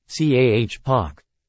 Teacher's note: It drops the R sound in the middle and at the end of words.